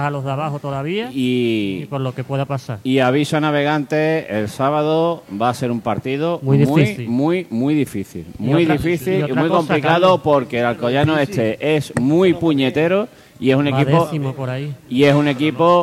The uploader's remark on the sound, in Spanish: emitido en directo -solo audio- desde La Pxta Calle de Plaza Andalucía